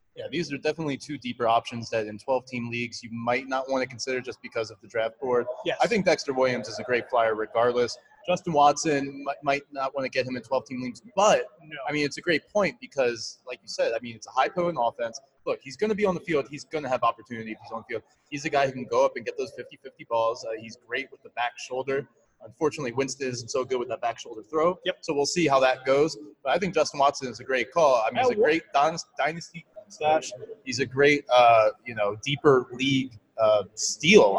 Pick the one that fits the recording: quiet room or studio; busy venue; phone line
busy venue